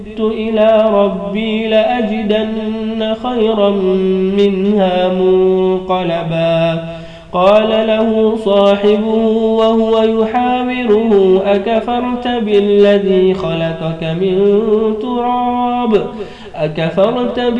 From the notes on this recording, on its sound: Recorded on Jan 14, 2011 in my room (Makkah al-Mukarramah) with MP3 SAMSUNG 4GB.